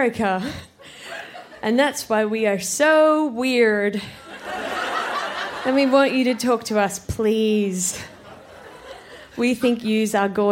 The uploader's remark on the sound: Recorded live at the Woodford Folk Festival